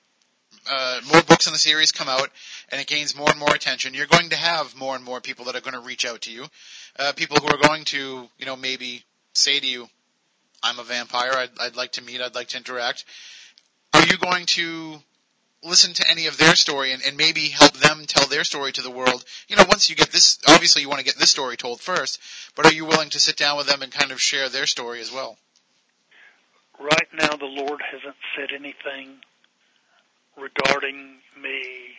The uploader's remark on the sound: "Spooky Southcoast" prerecorded. AUDIO ISSUES.